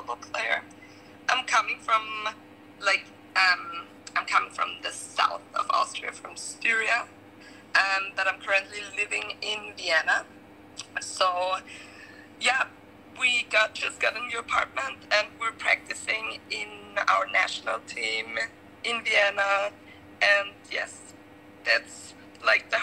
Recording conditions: poor sound quality